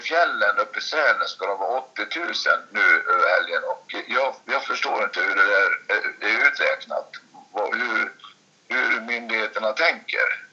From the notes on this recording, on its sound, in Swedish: Istället för att träffas som vanligt spelar vi in via telefon. Så ljudkvaliteten på dagens avsnitt blir lite sämre.